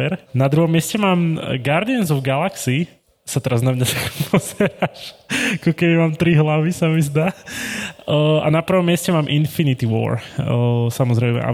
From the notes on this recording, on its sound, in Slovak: Naživo na Comics Salóne. Septembra v Bratislave. Nahrávali sme naživo pred publikom v rámci oficiálneho programu festivalu.